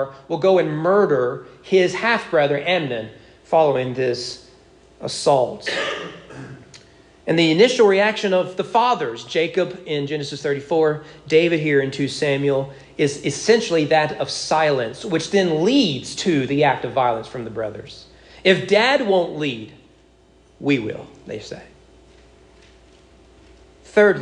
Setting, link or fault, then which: setting, large echoing room